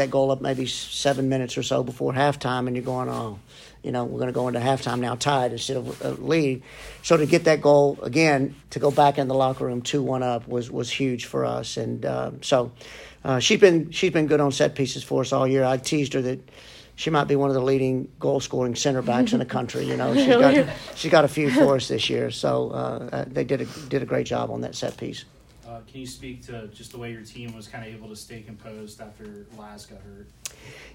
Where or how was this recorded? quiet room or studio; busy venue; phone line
busy venue